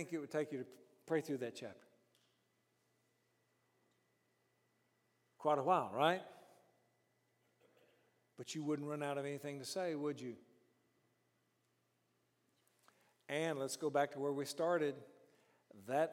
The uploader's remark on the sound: during the morning session of our 5|S Conference